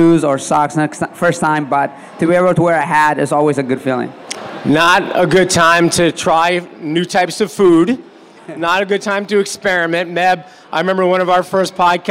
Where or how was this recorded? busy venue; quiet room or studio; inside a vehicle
busy venue